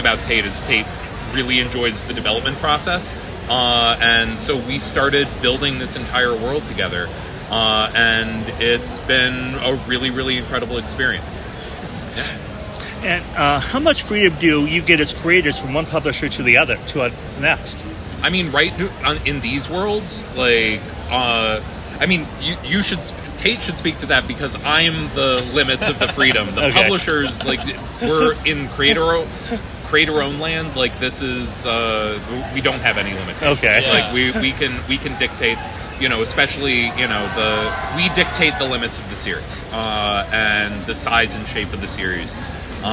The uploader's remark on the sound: Has been roaming the San Diego Convention Floor, taking in the sights and sounds of SDCC 2023 and talking to some incredible creatives.